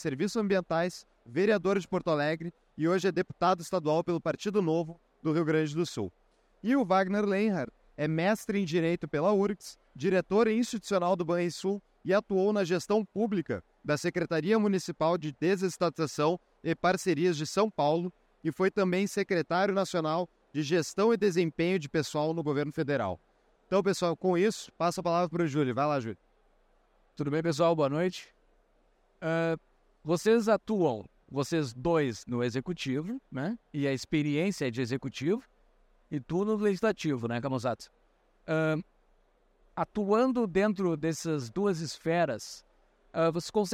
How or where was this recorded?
busy venue